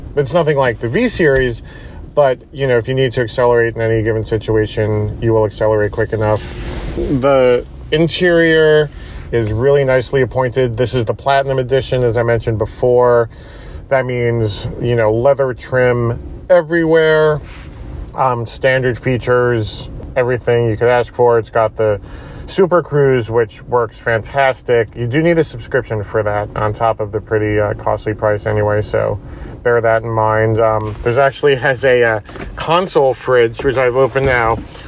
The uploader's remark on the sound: taking you along for a live drive review